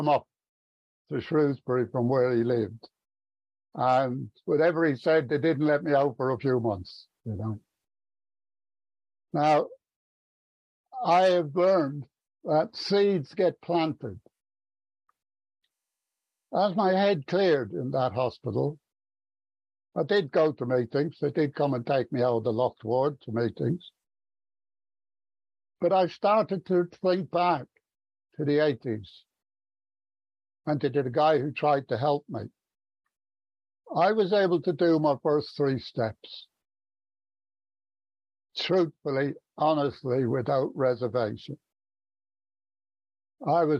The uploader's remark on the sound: From Stevenage in the UK. At the Magical Mystery Tour zoom meeting, recorded in December of 2022.